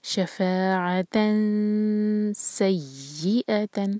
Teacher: تو یہ پہچان ہے ہم نے یہاں پہ اخفاء کرنا ہے نون کی آواز کو چھپائیں گے دو سیکنڈز کا ٹائم دیں گے اور سين کے لیے زبان تیار